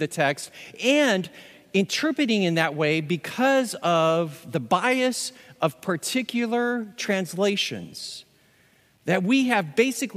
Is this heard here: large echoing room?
yes